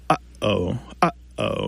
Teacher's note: And we do this glottal stop. We kind of restrict the airflow in the back of our throat. Uh-oh. You can kind of hear that there's something unusual happening there with that first sound.